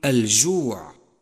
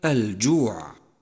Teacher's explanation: لاحظه في حرف الجيم من كلمة الجوع، حيث امتنع جريان النفس عند النطق به · Shown in: second take · Term: الجهر